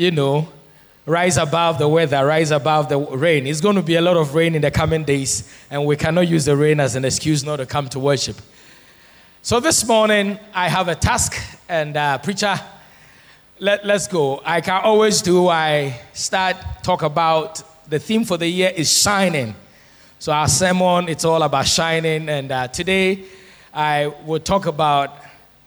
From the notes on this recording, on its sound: Sermon preached at CBC Adabraka Campus